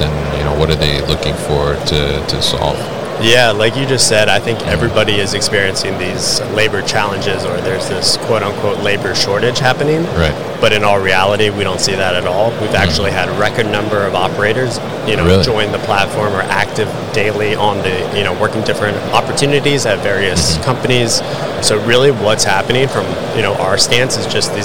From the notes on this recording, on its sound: Veryable at MODEX 2022